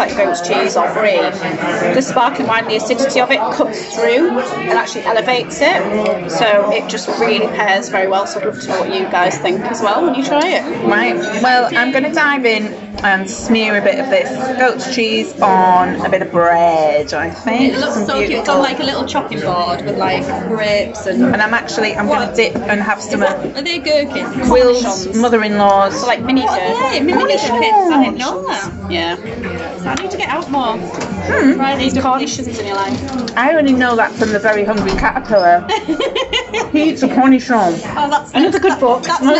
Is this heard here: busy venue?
yes